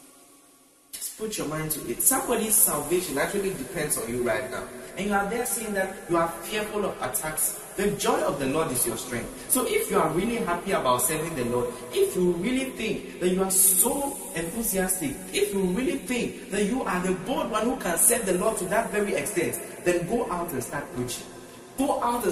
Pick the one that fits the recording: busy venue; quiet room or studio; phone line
busy venue